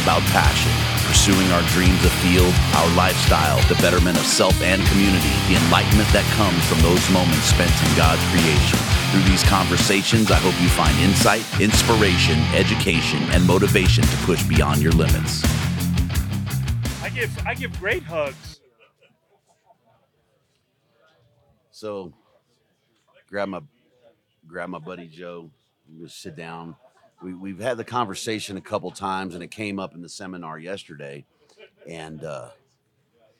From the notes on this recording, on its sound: This weeks Wapiti episode is a live session from Mountain Archery Fest.